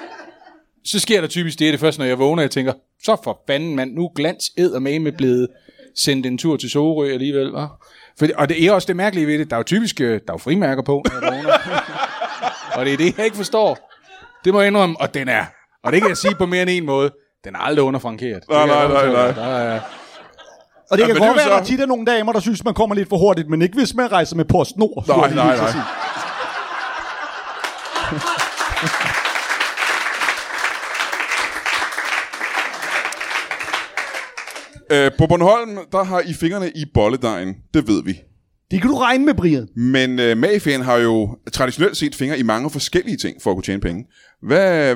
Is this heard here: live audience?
yes